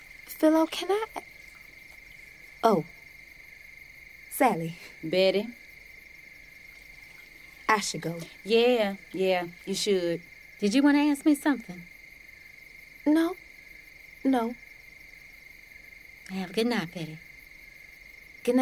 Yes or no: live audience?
no